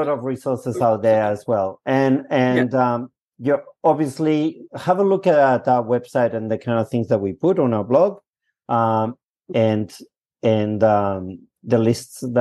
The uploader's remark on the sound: This is a recording of the webinar held November 16 2023.